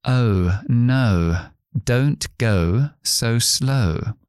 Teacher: Cuanto más o le metes, más u le pones al final, o, más aristocrático suenas. Entonces, se empieza con el sonido schwa, y luego la u